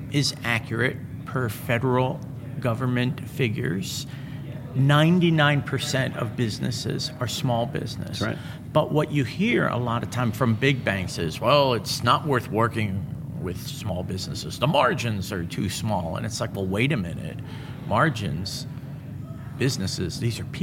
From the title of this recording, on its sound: LIVE FROM MONEY 20/20